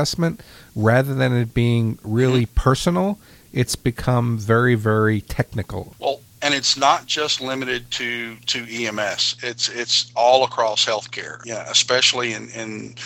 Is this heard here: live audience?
no